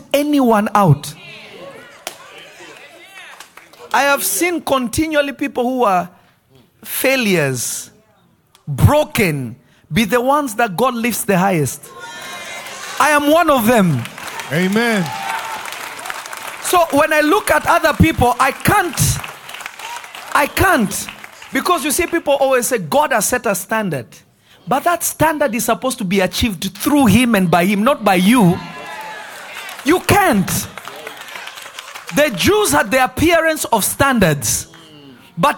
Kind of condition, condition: setting, live audience